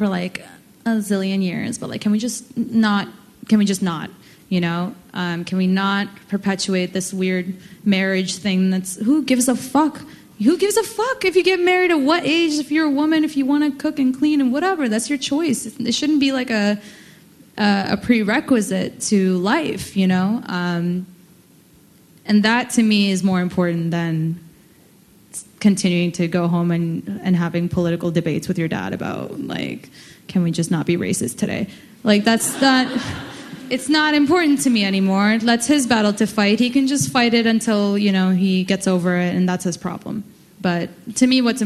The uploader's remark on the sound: opened the floor to questions from our amazing audience